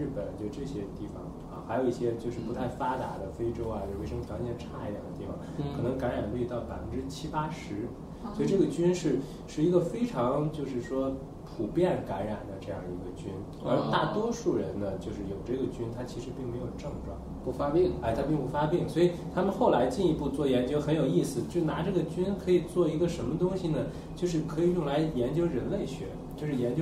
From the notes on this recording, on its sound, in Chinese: 本期节目为在张大妈办公区用录音笔录制，可能有街道上的杂音，请见谅。